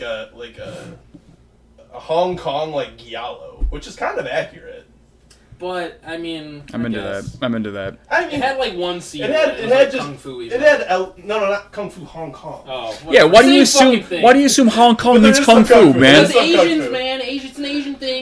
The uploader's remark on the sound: We ran into some audio difficulties this week